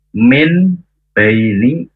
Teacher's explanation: bacaan iqlab mengganti suara nun sukun atau tanwin menjadi mim jadi min baini itu jadi M ya.